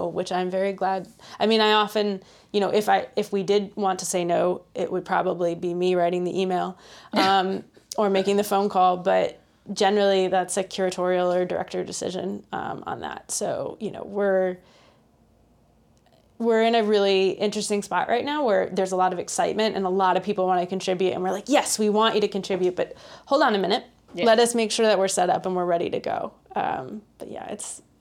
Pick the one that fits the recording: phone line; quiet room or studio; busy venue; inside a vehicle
quiet room or studio